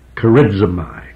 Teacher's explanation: in the Greek language, where there's a Z, it's pronounced as if a Z and a D were connected together. And you say charizomai.